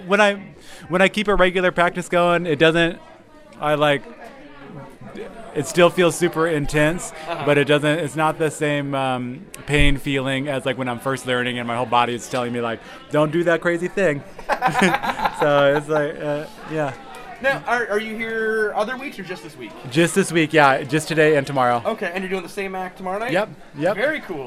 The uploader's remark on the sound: We’re still hanging out backstage at the 2022 Moisture Festival chatting with the performers and people that make the festival happen!